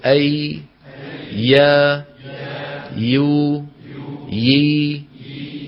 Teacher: الياء غير المادية من وسط اللسان مع وسط الحنك الأعلى، أيضا لاحظوا مخرجة واسع